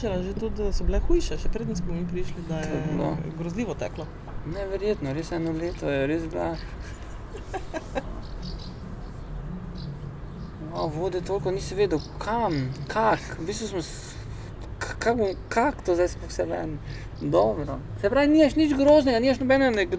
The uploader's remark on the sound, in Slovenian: na ulici pred hišo ter pred publiko